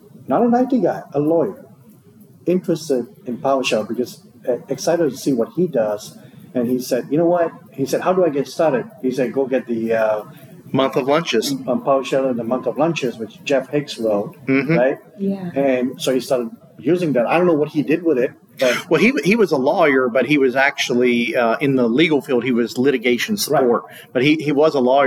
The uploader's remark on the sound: here at the PowerShell Global Summit 2022 Conference